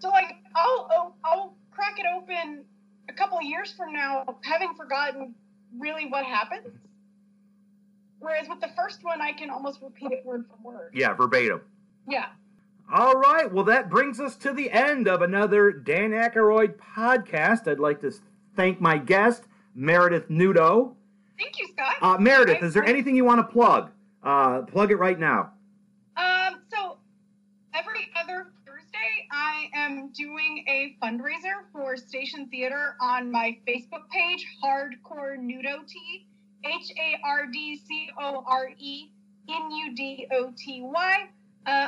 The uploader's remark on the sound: This was a Skype podcast, so please excuse the audio for not being as crisp as it could be.